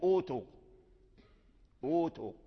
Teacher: أبدلنا الهمزة واو الثانية واو لأن قبلها ضمة، إن كانت قبلها كسرة الهمزة المبتدأ بها مكسورة تبدل الهمزة الثانية ياء، إيتو إيتوني ايتوني. · فيبدلون الهمزة الثانية حرف مدين من جنس حركة ما قبلها